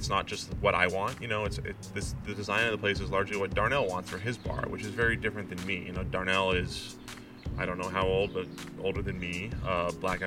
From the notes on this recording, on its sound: This interview took place outside. On the patio.